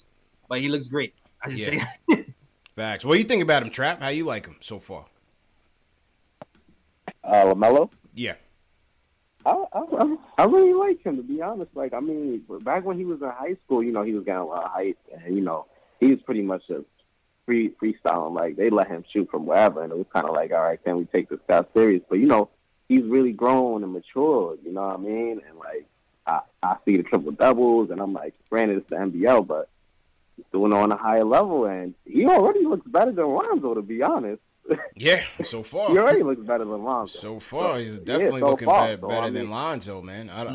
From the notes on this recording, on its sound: They also take live phone calls from fans around the world.